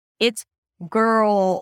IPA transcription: ɡɜːrl